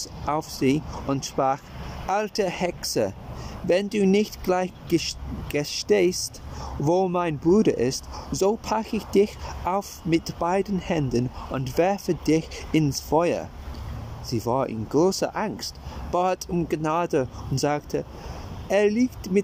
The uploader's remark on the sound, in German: Entschuldigung für die nervigen Hintergrundgeräusche; die heutige Folge wurde draußen aufgenommen.